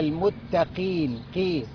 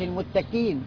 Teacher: القاف هنا ما اتكسرت، نزل تفخيمها خالص بقى · Shown in: first take · التفخيم من رقم من الدرجه الخامسه.